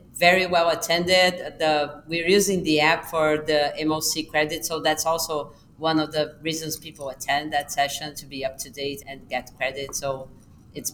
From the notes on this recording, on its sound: coming to you live from the American Thoracic Society 2023 Annual Meeting